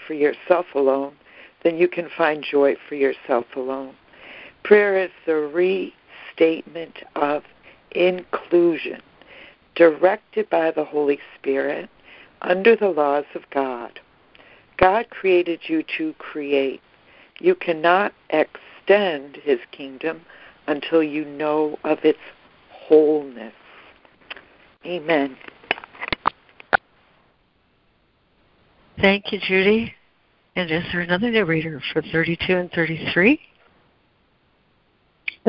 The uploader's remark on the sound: ACIM Daily Conference Call